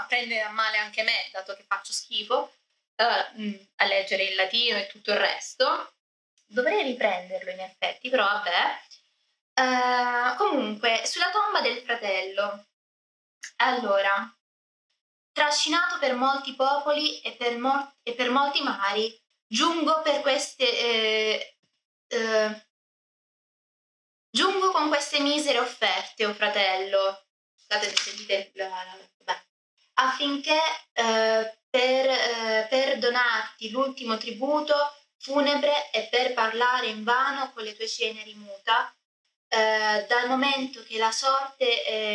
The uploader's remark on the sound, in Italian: Scusate l'audio non al meglio ma ci sono stati problemi al mic.